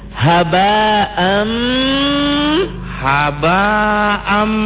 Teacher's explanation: Kenapa am? Karena idgham bigunnah, tanwinnya ketemu mim.